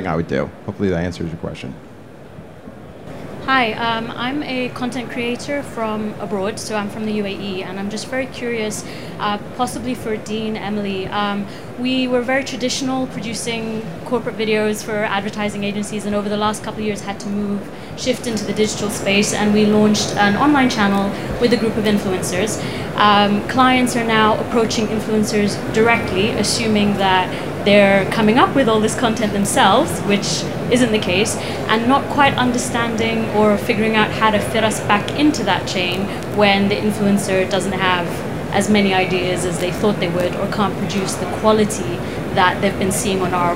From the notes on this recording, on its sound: broadcasting live from the event floor at the NAB conference in Las Vegas Nevada!